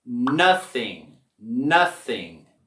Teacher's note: En la palabra nothing, queremos subir la voz y la entonación en la primera sílaba.